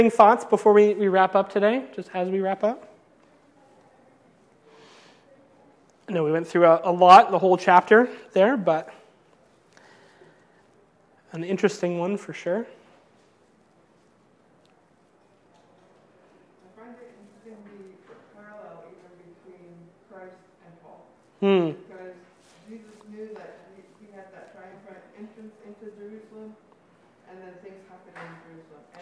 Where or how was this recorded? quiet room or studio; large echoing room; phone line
large echoing room